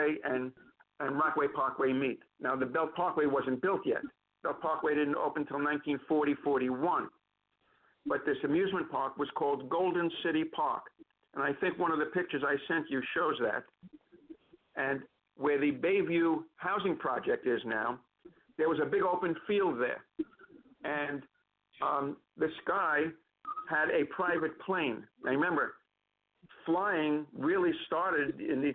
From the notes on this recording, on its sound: Calls into the Bedford & Sullivan podcast. LIVE at noon ET.